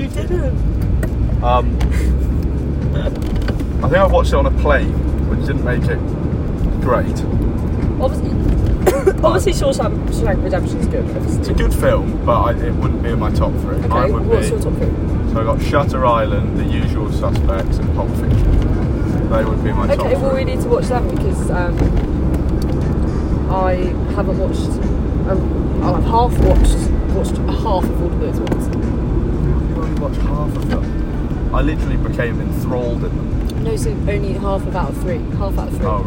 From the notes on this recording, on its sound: in the car on the way back home from uni, nearly crashing multiple times